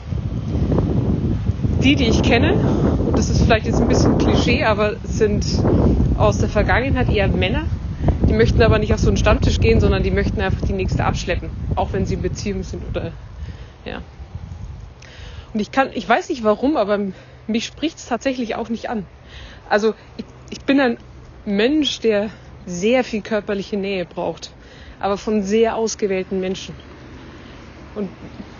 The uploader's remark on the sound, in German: Aus privaten Sprachnachrichten wird nun ernst - aus dem Smartphone in die Öffentlichkeit!